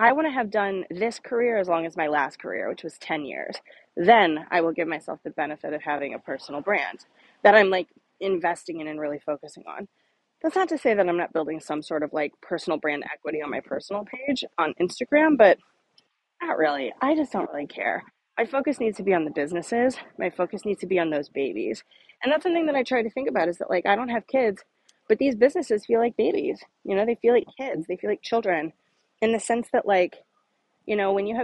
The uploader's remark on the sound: Walk & Talk.